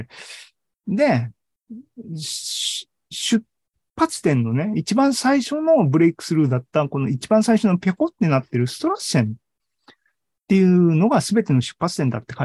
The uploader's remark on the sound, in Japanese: ２０２２年１０月２６日に開催した ZOOMライブの模様です。